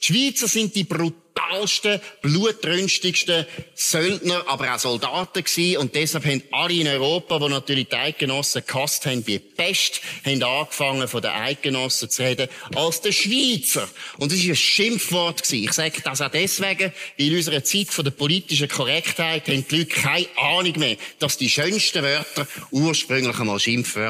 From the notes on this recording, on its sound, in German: Bern einfach live aus dem Mythenforum in Schwyz